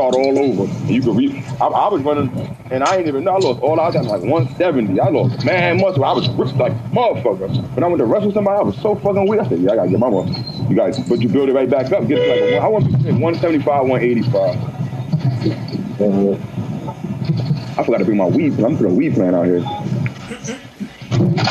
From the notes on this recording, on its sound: The gang takes it OUTSIDE.